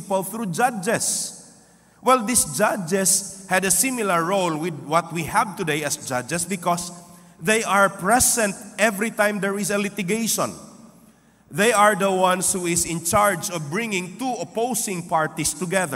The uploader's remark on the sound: This podcast was recorded live last May 14, 2023 at Zamboanga City Alliance Evangelical Church.